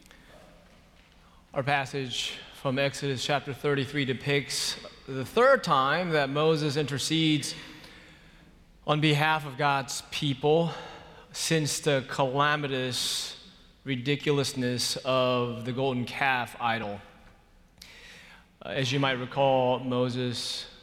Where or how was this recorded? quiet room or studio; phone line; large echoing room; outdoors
large echoing room